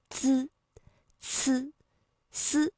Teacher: 而如果是滋呢，舌尖抵的是上齿背的位置